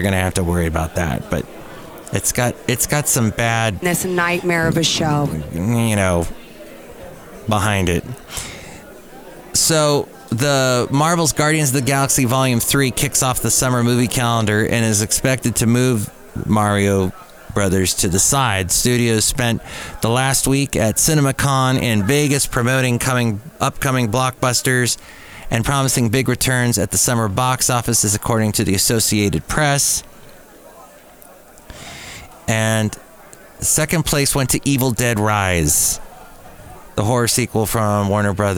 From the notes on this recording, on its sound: podcasts live from Café Anyway